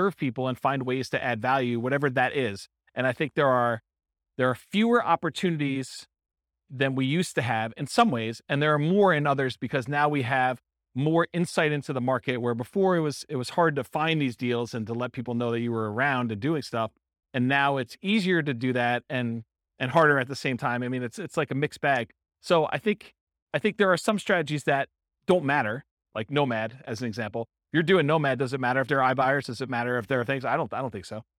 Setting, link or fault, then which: setting, live audience